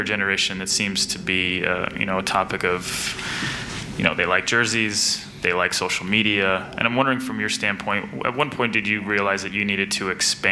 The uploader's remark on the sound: Press Conference - September 9, 2019